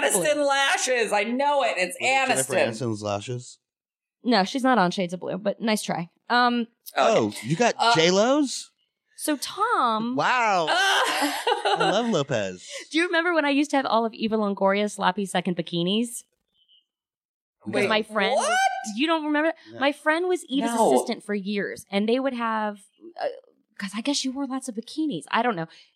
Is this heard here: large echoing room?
no